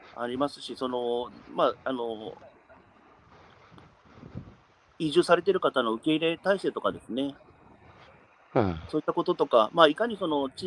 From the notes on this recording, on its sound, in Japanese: 歩くラジオ。山口県下関市。歩きながら1時間、対談する。